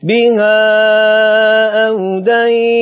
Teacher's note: أنت كده دخلت الآية بورش فأشبعت المنفصل، ورجعت وصلت الحفص.